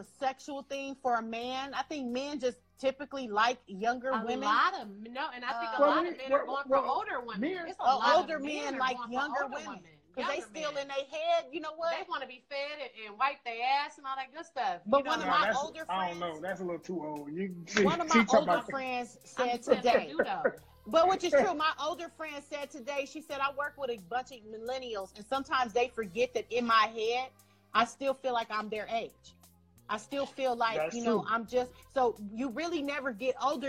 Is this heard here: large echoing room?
no